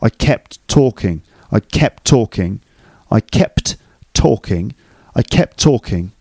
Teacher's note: See the way they link? The T at the end of kept sort of disappears because of the next T in talking. · Term: the T elided